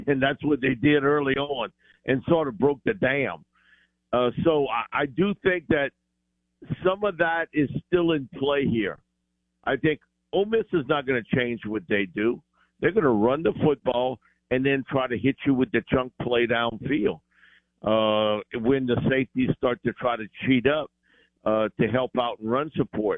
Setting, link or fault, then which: link, phone line